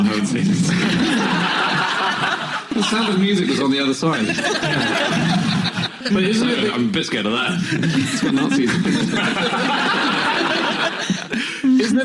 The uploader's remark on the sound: Live from the Gulbenkian theatre in Canterbury